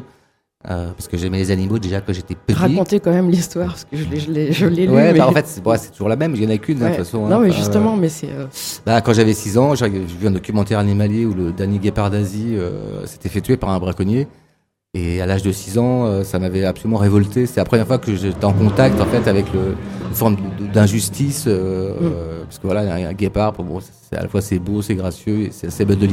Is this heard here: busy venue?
yes